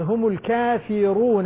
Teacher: الراء مضمومة إذا تفخم